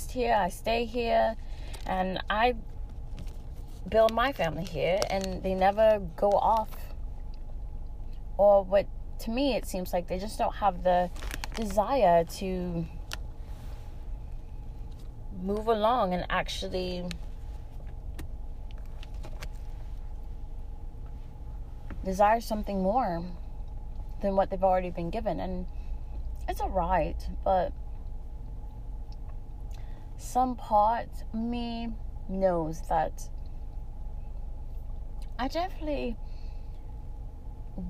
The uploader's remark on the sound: Sorry for the static! My mic stopped recording in the middle but I completed the audio!